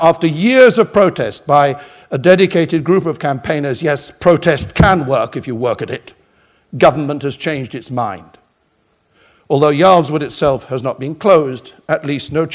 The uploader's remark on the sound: Hay Library Lecture